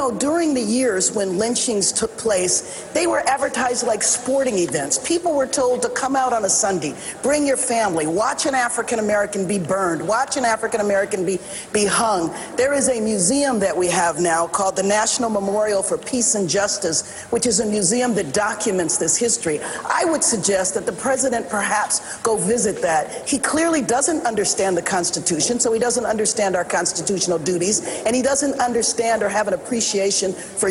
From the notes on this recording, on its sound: a special edition of the podcast from President’s Club, an annual gathering of Heritage Foundation supporters in Washington